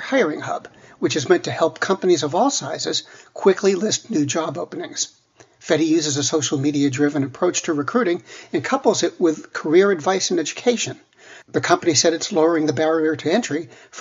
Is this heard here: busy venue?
no